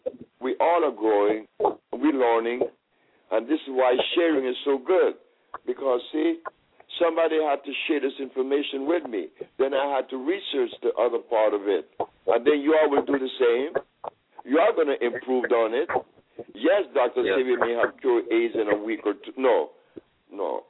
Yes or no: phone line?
yes